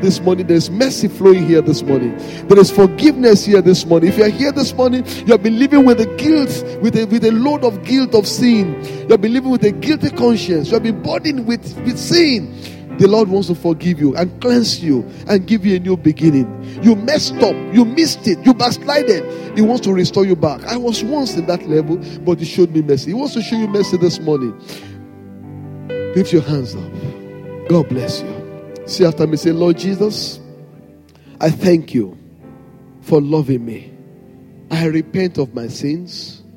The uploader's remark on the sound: Sunday Service message preached. RCCG Lagos, Nigeria.